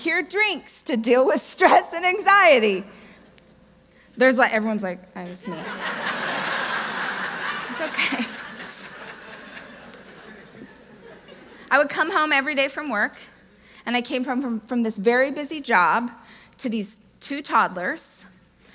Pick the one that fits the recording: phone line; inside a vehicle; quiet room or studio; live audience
live audience